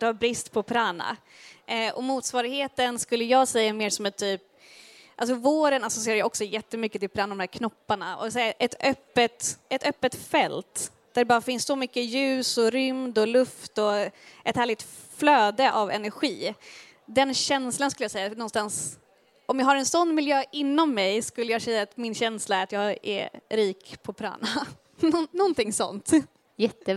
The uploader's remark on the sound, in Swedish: livepodd